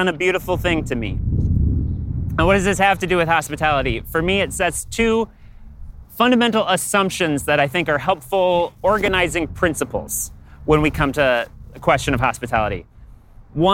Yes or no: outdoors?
yes